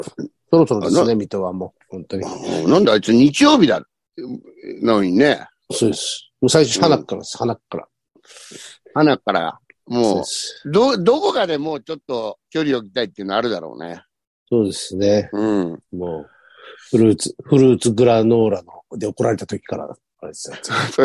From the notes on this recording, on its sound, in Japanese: ZOOMで収録